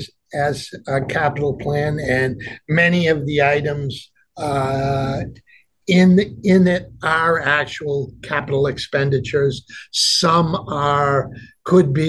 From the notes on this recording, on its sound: We had our conversation via the Zoom Conference Bridge